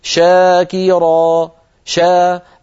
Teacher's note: لكن لما أقول شاكرا شا، الفم نطق الشين ومباشرة انتقل إلى الحرف الذي بعدها، فالشين في شاكرا فيها رخاوة وفيها همس وفيها تفش، لكنه سريع